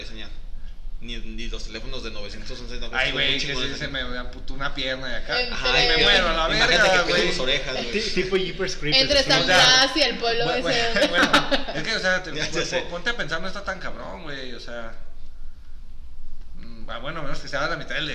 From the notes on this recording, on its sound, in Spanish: El audio se grabo con algunos errores.